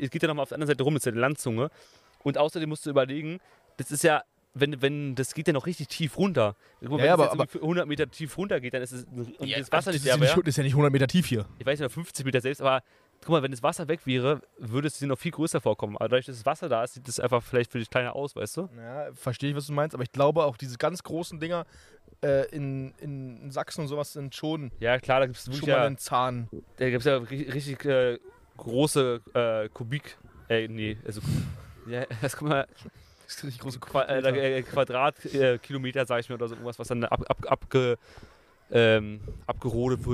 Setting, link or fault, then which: setting, outdoors